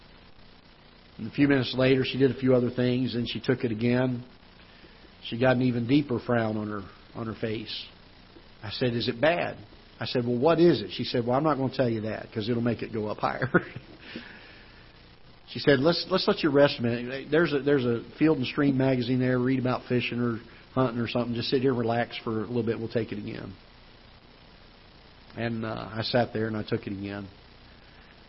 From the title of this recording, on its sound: Ketha Heights Baptist Church ~ Live Broadcast